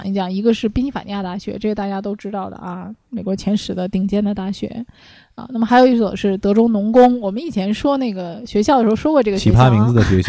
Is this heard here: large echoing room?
no